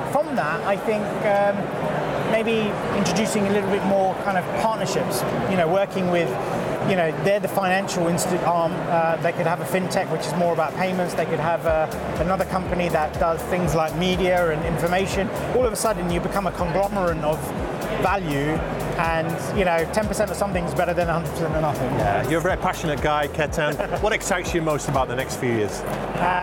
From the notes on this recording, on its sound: Live from Europe's Biggest Event 'Accountex'. A series of live interviews from Accountex 2022 in London. AIBN were the official broadcast partners of the event which featured the great and the good in the world of accounting and the many software/fintech vendors to the profession.